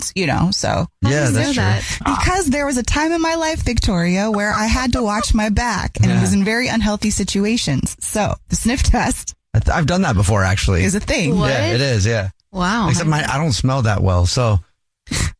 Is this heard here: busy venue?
no